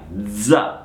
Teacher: Non è una Z sorda, non è za, è una Z sonora, za, za. Devono vibrare qui le corde vocali